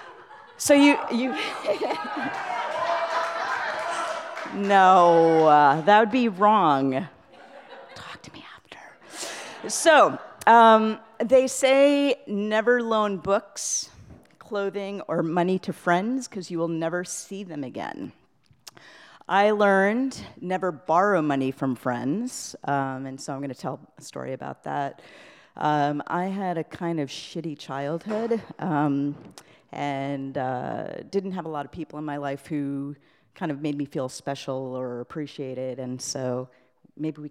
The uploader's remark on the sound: These stories were told and recorded in front of a live audience on July 31st, 2018 at Wellfleet Preservation Hall in Cape Cod, Massachusetts.